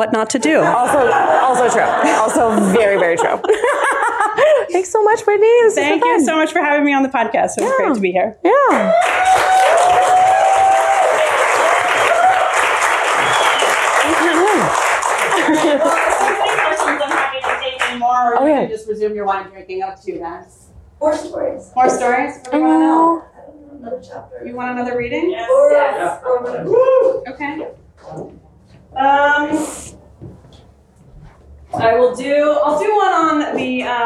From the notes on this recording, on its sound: recorded in front of a live audience